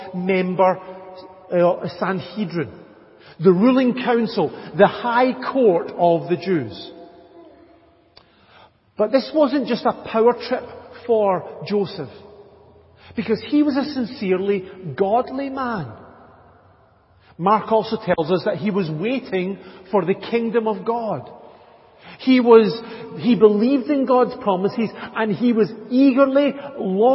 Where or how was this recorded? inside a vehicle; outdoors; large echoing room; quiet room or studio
large echoing room